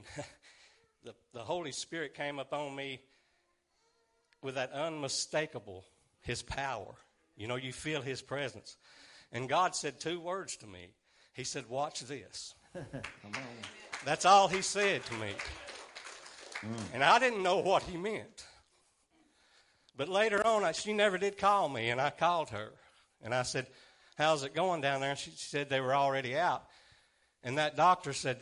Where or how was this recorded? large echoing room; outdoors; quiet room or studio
large echoing room